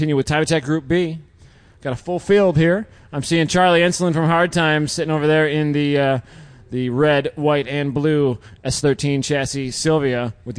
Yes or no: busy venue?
yes